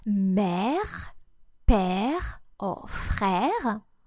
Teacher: When the letter E is stopped by any of the other accents, so E accent grave, E accent circonflex, or E tréma, the sound will again be the E sound with an open mouth